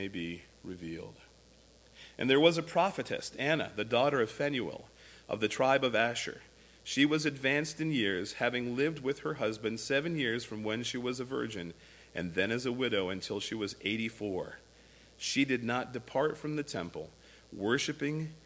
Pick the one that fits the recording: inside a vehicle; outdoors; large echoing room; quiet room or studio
large echoing room